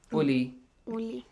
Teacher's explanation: Without the vowel. Li has the stretching sound, but the u doesn't have the stretching sound.